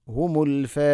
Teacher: മദ്ദിൻ്റെ അക്ഷരമായ അലിഫിന് ശേഷം ഹംസ അതേ പദത്തിലാണ്, നാലോ അഞ്ചോ ഹർക്കത്തിൻ്റെ ഖദറിൽ നിർബന്ധമായിട്ടും നീട്ടണം · Term: മദ് മുത്തസിൽ